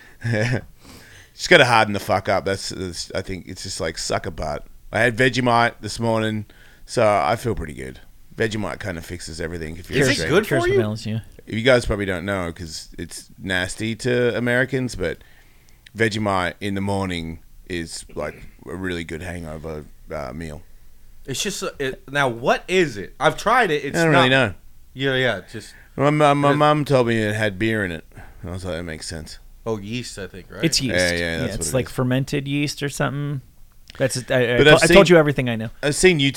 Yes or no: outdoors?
no